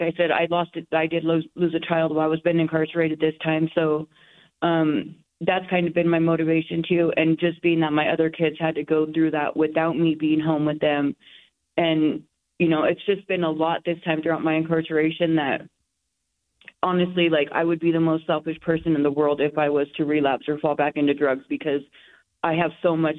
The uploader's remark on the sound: This is the raw audio of a phone interview. Serving time on drug charges in the Utah State Prison.